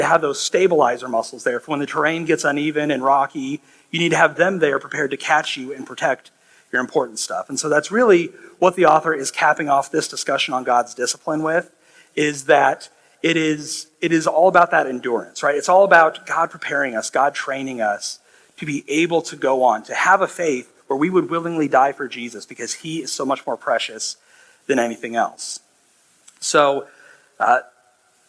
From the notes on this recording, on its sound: This sermon was preached 5-21-23 at High Pointe Church in Altoona, IA.